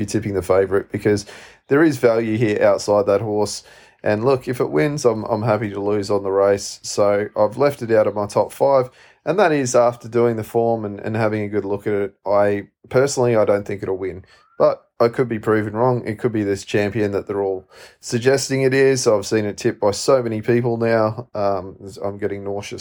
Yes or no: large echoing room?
no